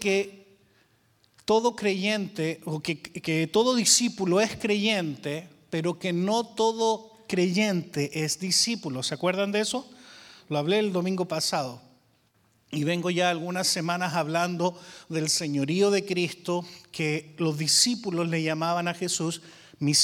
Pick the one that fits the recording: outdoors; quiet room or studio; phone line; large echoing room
large echoing room